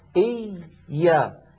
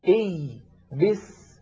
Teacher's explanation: الياء الأولى ساكنة والياء رخوة، فلذلك زمنها مساو لبس. · Term: ياء مشددة